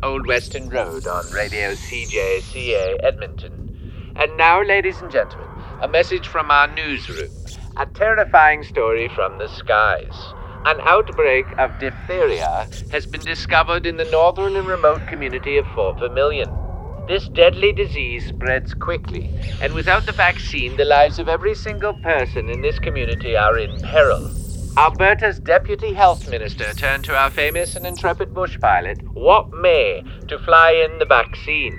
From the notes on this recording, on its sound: Recorded at Jessie’s Jazz Cafe, Toronto